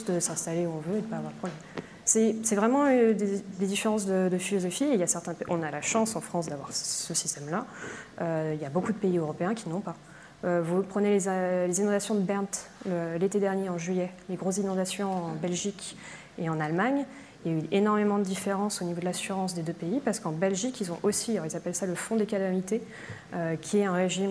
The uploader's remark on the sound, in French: Conférence enregistrée lors de la 5e édition de la Nuit de l'ENS